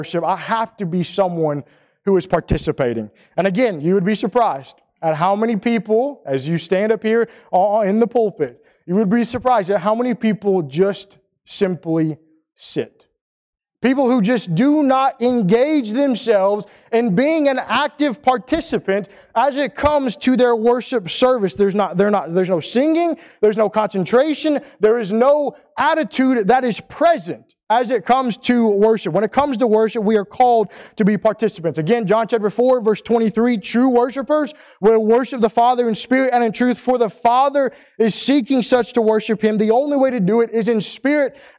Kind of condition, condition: setting, large echoing room